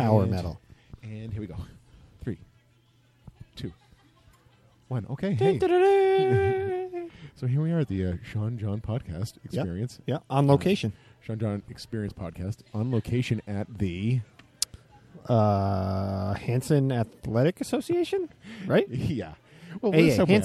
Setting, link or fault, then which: setting, busy venue